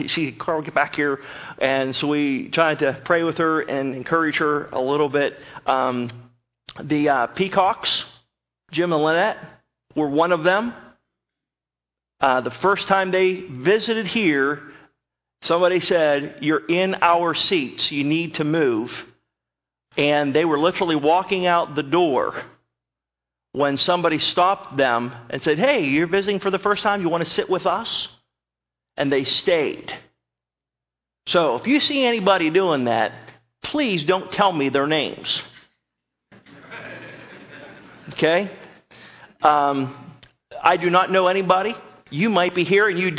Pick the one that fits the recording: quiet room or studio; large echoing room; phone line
large echoing room